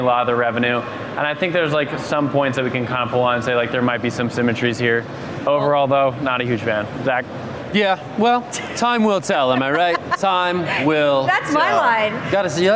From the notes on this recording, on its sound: live at Consensus 2023 in Austin, Texas